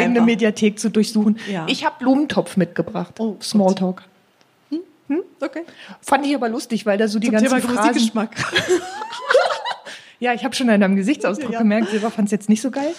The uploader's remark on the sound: All das tun wir live vor Publikum, denn diese Folge haben wir zusammen mit dem podfestBerlin im Selina Hotel in Berlin Mitte aufgenommen.